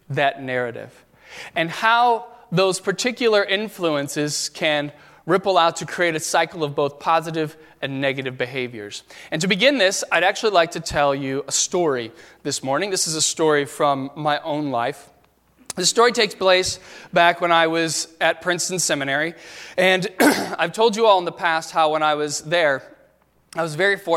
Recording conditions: large echoing room